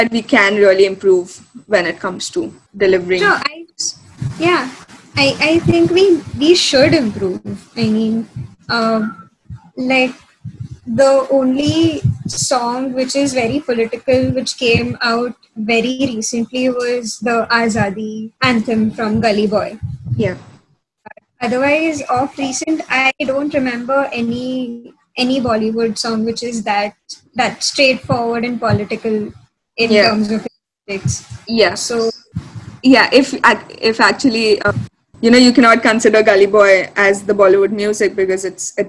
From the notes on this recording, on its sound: due to our poor-quality audio